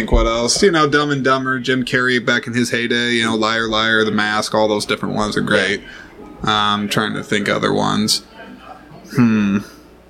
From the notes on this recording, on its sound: This episode marks the first in a limited series of exclusive conversations that were recorded on site at the 16th Annual Iowa Independent Film Festival.